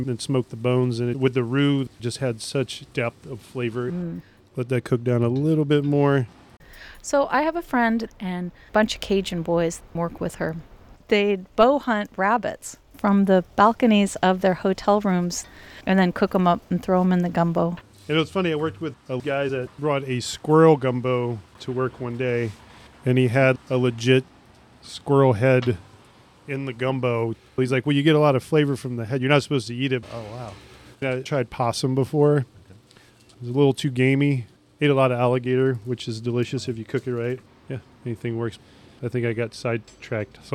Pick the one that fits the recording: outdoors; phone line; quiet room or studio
outdoors